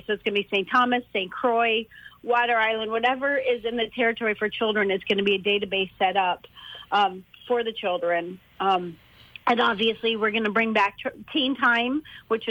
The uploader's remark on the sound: joined on the phone